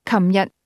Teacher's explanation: Yesterday is pronounced with a mid-level tone, followed by a low-level tone.